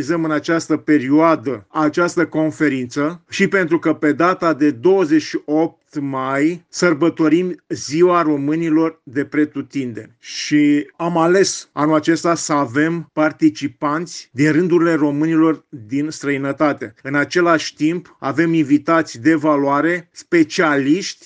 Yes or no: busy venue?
no